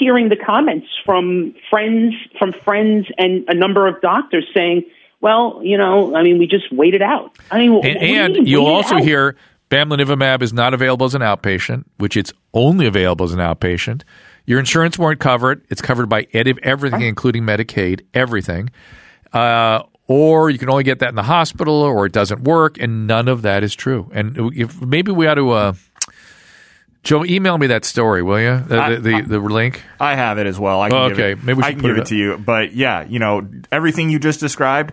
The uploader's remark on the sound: Listener Phone Calls